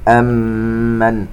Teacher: ميم مشددة تغن بمقدار حركتين